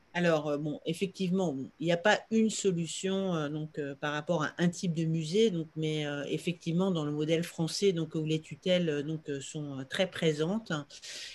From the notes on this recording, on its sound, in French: Séance enregistrée le 23 septembre 2021 sur Zoom.